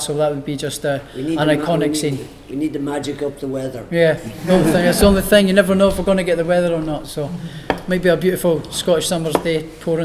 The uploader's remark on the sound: POST FIGHT PRESS CONFERENCE | Matchroom Boxing.